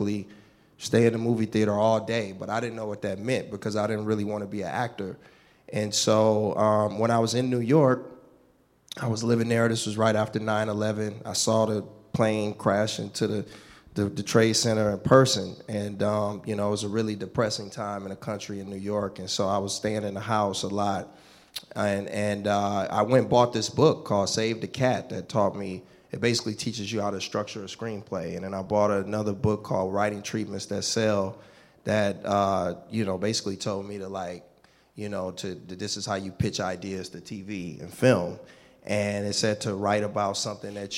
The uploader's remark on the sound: Live Panel